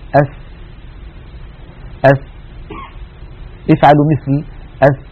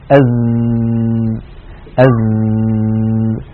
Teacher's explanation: لكن لو قلنا تشعرون بأن الحنجرة فيها اهتزاز وفيها اضطراب، مع أن السين والزاي من المخرج نفسه، لكن السين تختلف عن الزاي بأن السين حرف مهموس، وسنبين معنى ذلك، بينما الزاي حرف مجهور